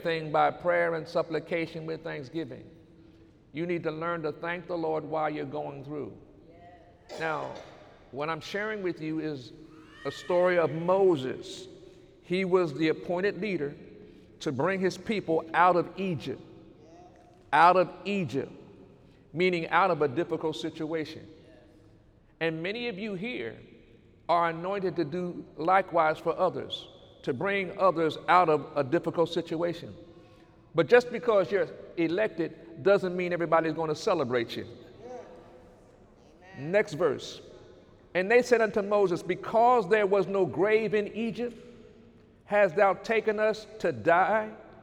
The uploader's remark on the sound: During Sunday morning service